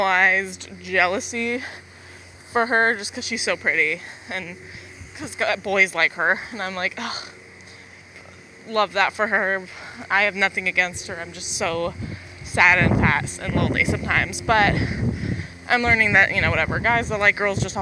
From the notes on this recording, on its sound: the audio is shit, I’m literally walking through a wind storm.